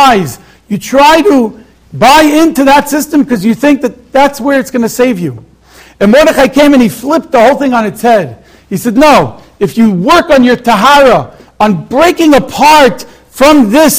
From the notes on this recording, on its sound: Shiur recorded in Yeshivas Ohr Reuven, Monsey, NY.